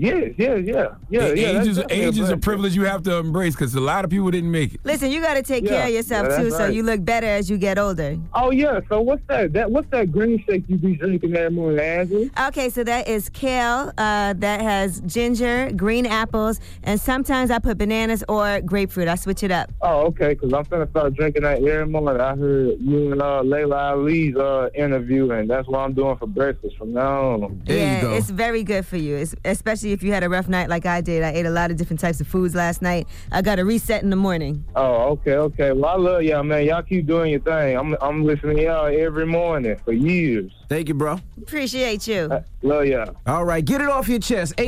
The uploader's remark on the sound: we opened up the phone lines